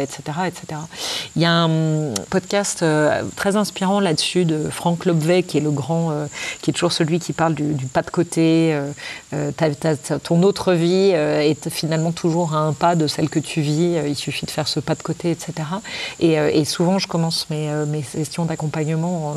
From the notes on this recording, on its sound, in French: laissez-vous porter par la symphonie de la faune et la flore environnante, en toile de fond de cet échange